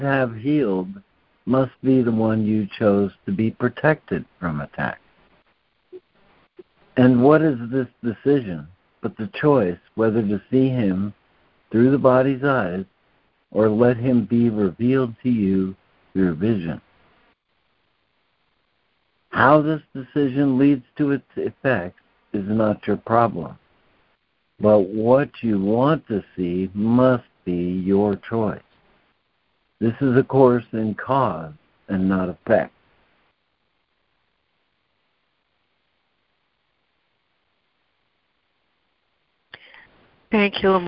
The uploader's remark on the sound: ACIM Daily Conference Call